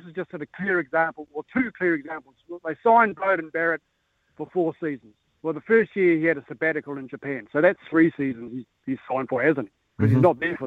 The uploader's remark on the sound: He goes to the phone and text lines